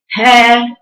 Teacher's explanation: هاتيه من مكان اقصى الحلق بيني صوته · Term: حرف الهاء